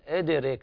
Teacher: ورش يقلل الألف التي بعد الراء، والراء ترقق بسبب هذه الإمالة الصغرى، لكن الهمزة الأولى ما فيها تقليل.